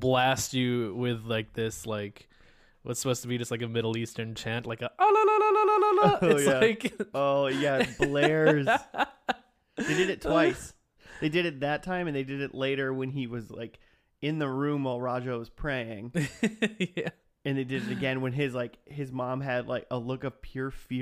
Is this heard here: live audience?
no